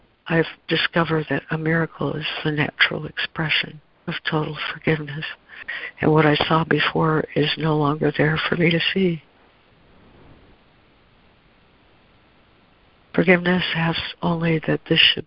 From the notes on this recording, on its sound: ACIM Daily Conference Call